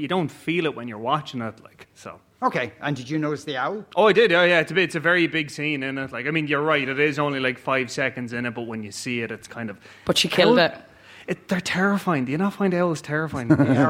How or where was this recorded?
busy venue